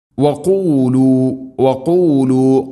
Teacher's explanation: ഖാഫ് തൊണ്ടയുടെ മുകൾ ഭാഗവും കഴിഞ്ഞ് ചെറുനാക്ക് മഹ്റജ്